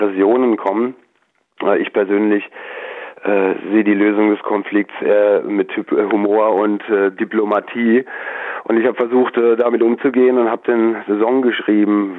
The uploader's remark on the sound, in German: Goldene Krone (Kneipe). Die GIGparade ist das Live-Konzert Magazin von Radio Darmstadt für die regionale Musik- und Kultur-Szene Darmstadts. Werden die Musiker und Künstler per Telefon direkt in die Sendung zum (Live-)Interview hinzu geschaltet.